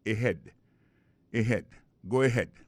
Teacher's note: l'accent tonique là tombé sous deuxième syllabe